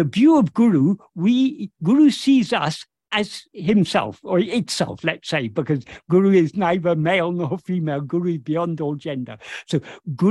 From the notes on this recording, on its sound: In a Zoom meeting with Boston Ramana Satsang on 22nd July 2023